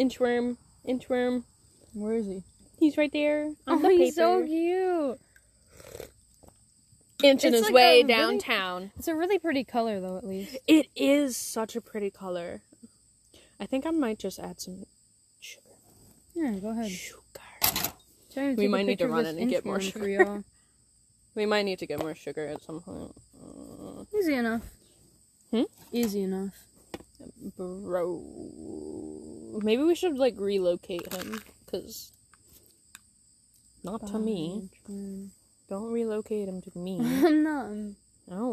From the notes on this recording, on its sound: your two mayor's are outside spilling the tea at their tea party